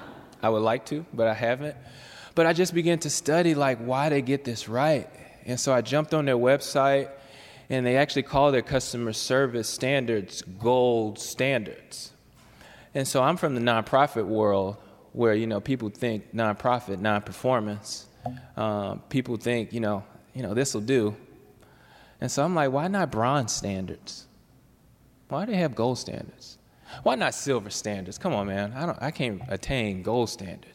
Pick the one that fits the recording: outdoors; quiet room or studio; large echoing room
large echoing room